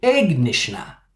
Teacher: It's a common feature of continuous speech that a voiceless consonant, here k, often becomes voiced to here g when it comes between two vowels, which are always voiced